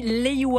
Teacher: Ça se prononce entre le R et le L, c'est une prononciation à la japonaise